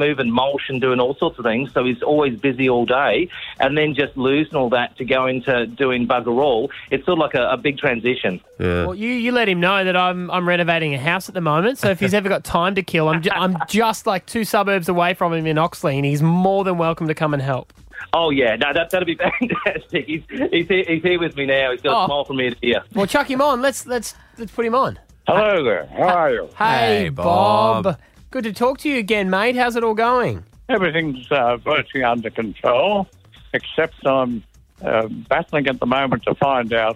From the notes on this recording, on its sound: Who is caught in the middle of the QLD fires called through to give us an update.